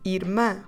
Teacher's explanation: Let's drop the O, we keep the accent where it is, and we finish with the sound ã, again nasal, and we say irmã, irmã. Stress the last syllable, make it nasal, mouth open this time